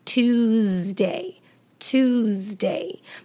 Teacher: the S in Tuesday is actually pronounced with a Z sound, Z, Tuesday, Tuesday.